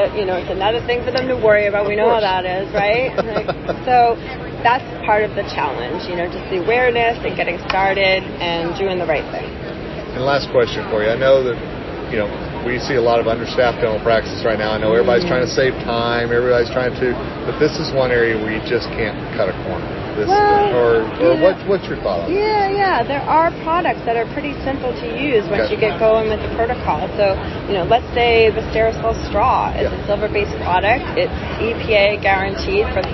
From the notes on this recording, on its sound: In this episode recorded at the recent Greater New York Dental Meeting.